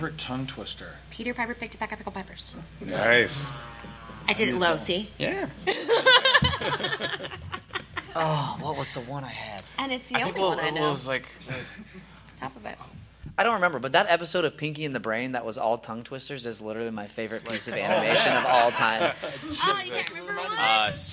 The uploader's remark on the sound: Recorded LIVE at Stan Lee's LA Comicon. With live Q&A.